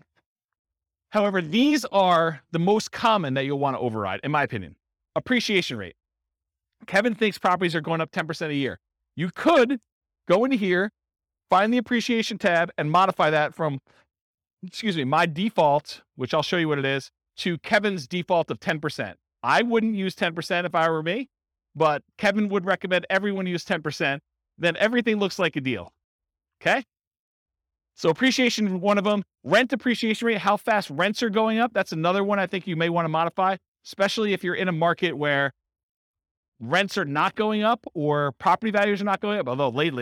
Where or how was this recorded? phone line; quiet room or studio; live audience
live audience